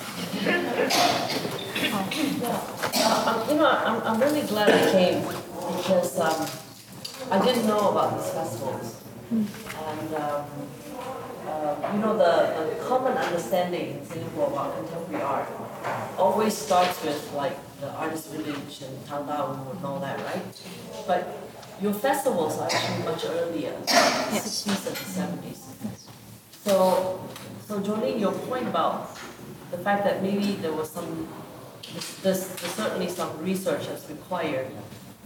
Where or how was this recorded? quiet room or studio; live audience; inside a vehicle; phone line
live audience